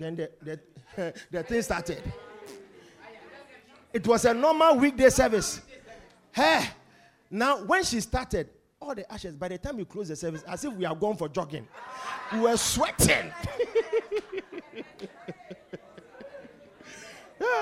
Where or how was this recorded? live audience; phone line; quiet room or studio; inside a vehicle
live audience